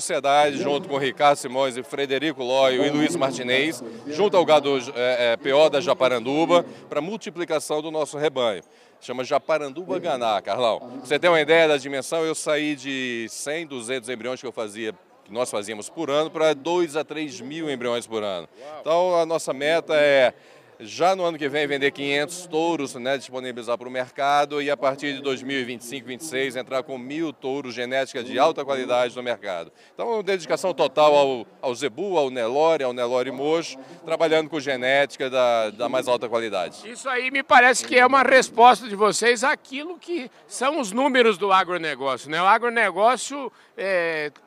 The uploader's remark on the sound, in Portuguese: durante a cerimônia de abertura oficial da ExpoZebu 2023